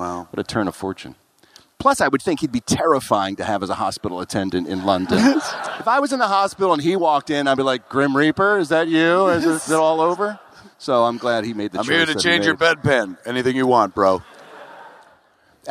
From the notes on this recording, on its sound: Recorded LIVE at Vicar Street in Dublin, Ireland.